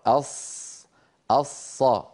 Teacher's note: أقصى اللسان عند نطقنا للصاد قد ارتفع